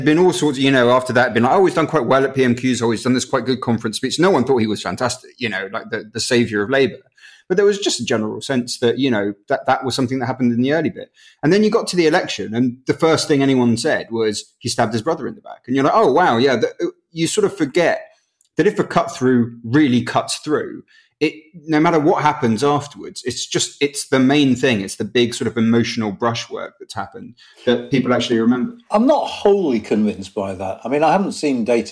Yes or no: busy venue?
no